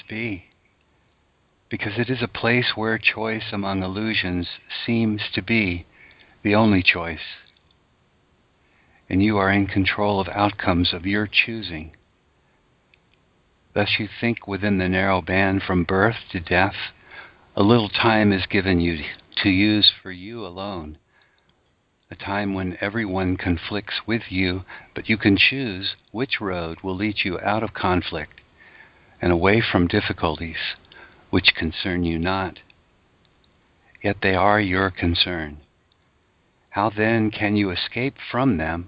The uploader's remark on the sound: ACIM Daily TEXT Conference Call